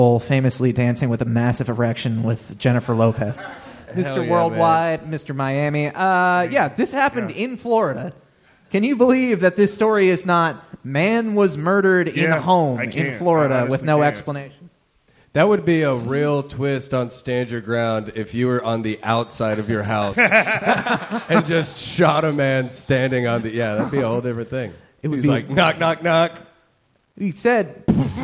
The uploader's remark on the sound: This live talk show was recorded in front of a human audience. At Go Bananas Comedy Club in Cincinnati, OH.